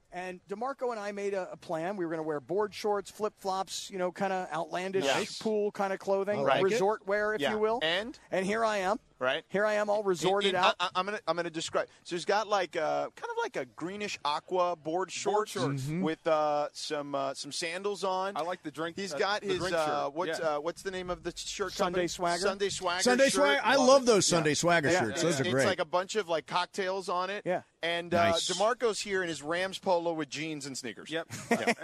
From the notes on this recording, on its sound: Live from Hollywood Hills! Live from the Rams Draft House for Day 2 of the NFL Draft.